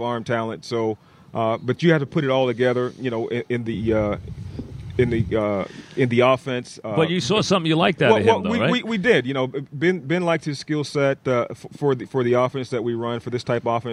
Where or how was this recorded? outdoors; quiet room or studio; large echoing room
outdoors